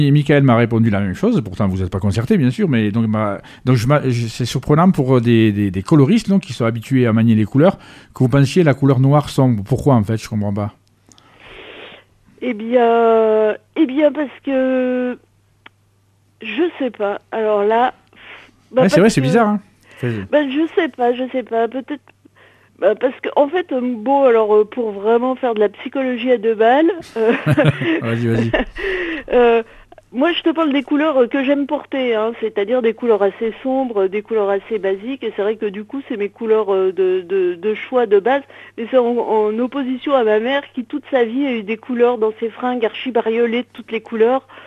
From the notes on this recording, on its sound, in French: reçoit par téléphone 2 coloristes